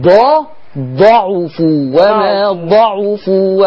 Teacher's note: تحقيق الضمة في العين خلي بالك الضاد مفتوحة العين مضمومة